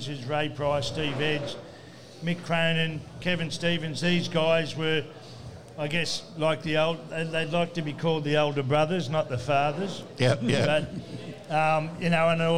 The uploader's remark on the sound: live from Jacks Bar & Grill